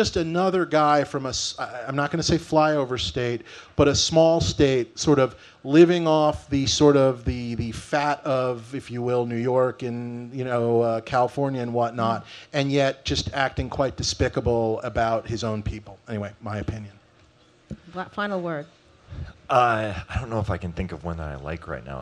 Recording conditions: live audience